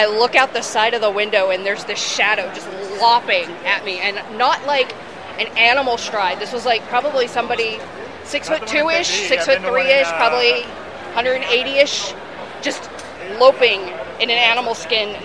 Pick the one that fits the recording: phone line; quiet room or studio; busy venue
busy venue